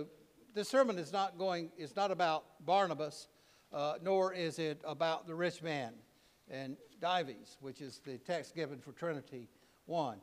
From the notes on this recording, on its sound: preached at All Saints Anglican Church in Charlottesville, VA on June 11, 2023